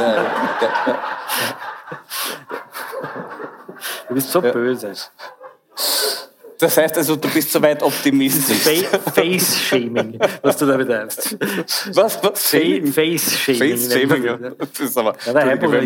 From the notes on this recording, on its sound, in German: Aufgezeichnet bei der Liveshow von der Bühne im Hof in St. Pölten.